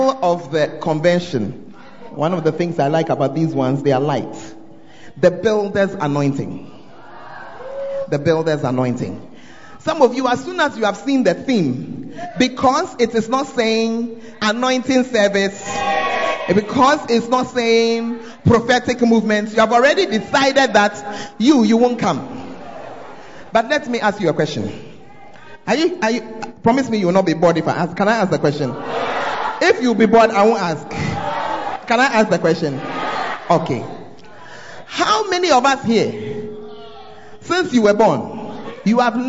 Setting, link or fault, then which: setting, large echoing room